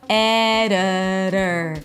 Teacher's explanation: The I is a schwa, the O is a schwa, so both of them are reduced and they sound the same. · IPA: ˈedəɾəɹ